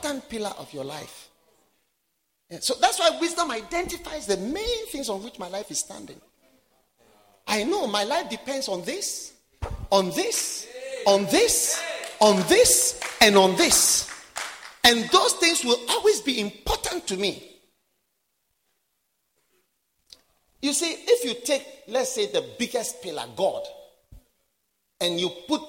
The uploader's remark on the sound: Preached at the Wisdom Impartation Service.